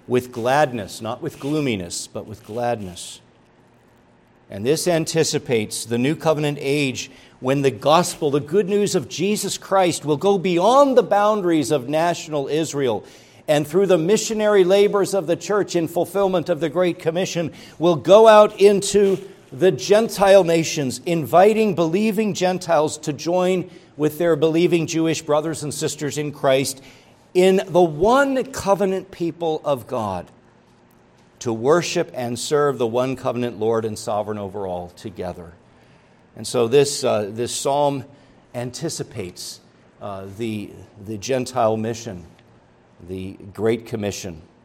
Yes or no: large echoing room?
yes